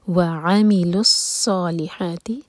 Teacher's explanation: صاد heavy اور ہا حلق سے